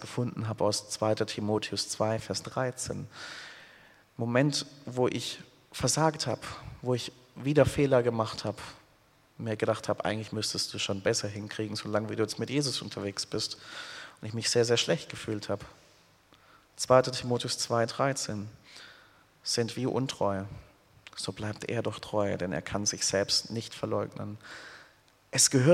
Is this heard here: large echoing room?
yes